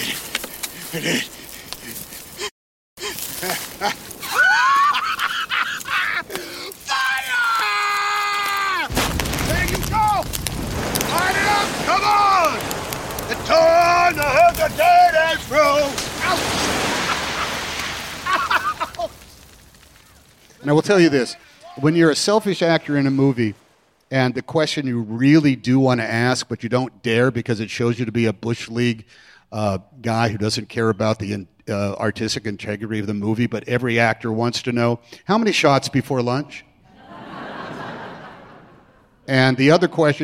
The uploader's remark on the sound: onstage at Symphony Space as part of The New Yorker Live